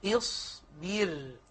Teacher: راء ساكنة وقبلها فاء مكسورة فترقق الراء تبعا للكسر